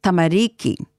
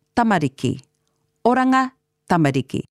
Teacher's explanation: there's no long sound, just the same emphasis for all of the syllables · Shown in: second take